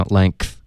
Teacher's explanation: length 其实这个歌的音呢，它会爆成一个科，所以是一个轻的科音，lengthen，你们听 length 有一个科的音，爆进这个 th 的音。那为什么呢？因为这里我们用了一个后鼻音 lang，这个的音，一个后鼻音如何发呢？你的舌根需要顶上去，这样才能发一个后鼻音，对吧？那你舌根顶上去，然后你再爆一个的这个音呢 length，它就会自然而然爆出一个很轻的一个科的音，因为科的音就是这么发的，对吧？科的